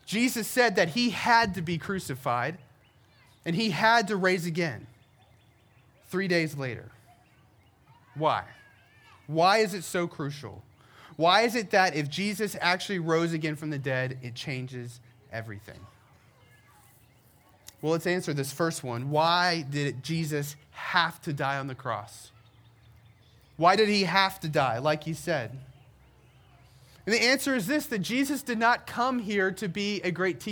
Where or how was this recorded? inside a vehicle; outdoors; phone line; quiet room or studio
outdoors